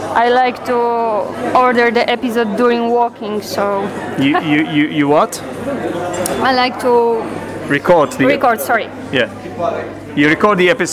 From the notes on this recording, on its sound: That changed when I went to Poland to visit a student of mine and a listener of this podcast. Did this podcast together in a cosy Polish pub, so prepare for some background noise.